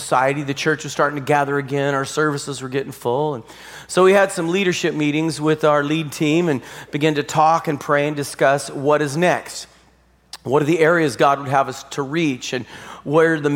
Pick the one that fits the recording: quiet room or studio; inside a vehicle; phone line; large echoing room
large echoing room